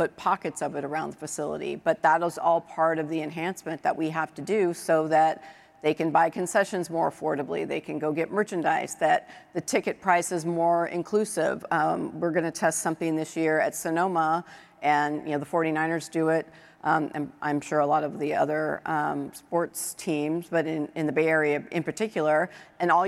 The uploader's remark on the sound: Today's podcast is from a panel I moderated at the 2023 MIT Sloan Sports Analytics Conference presented by ESPN.